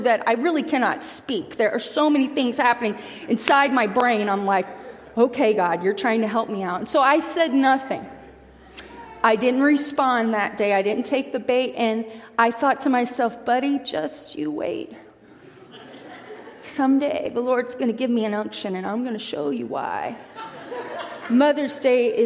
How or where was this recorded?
large echoing room